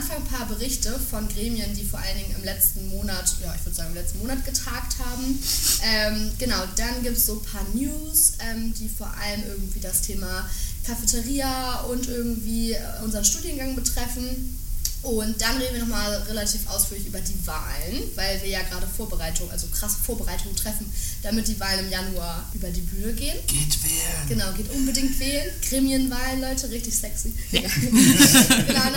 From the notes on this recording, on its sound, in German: nicht so gute Sound-Qualität!